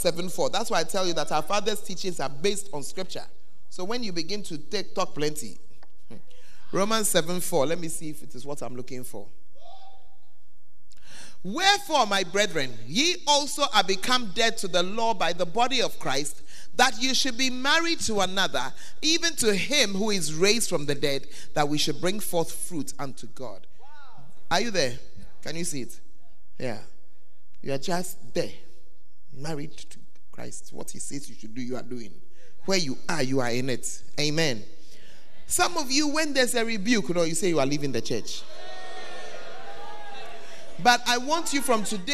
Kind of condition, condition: setting, live audience